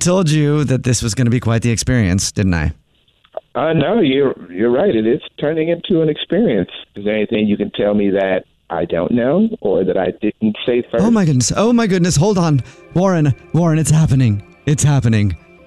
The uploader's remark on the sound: Phone Prank